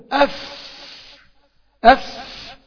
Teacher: حط ايدك امام الفم وقول اف، بس قولها زي ما انا بقولها كده اف اف، وحط كف ايدك امام الفم هتلاقي هوا بيطلع يخبط في ايدك. الهوا اللي بيطلع بيخبط في ايدك ده اسمه الهمس، ودي صفة من ضمن صفات الحروف.